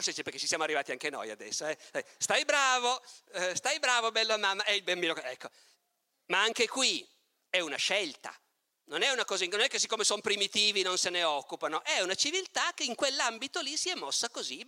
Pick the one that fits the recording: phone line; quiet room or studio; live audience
live audience